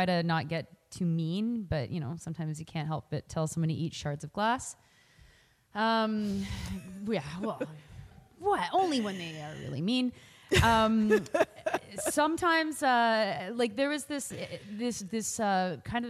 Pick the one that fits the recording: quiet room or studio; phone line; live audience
live audience